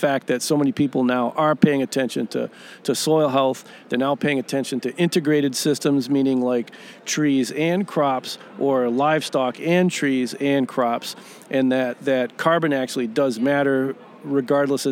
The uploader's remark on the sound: three mini interviews taken at the 2020 MOSES Organic Farming Conference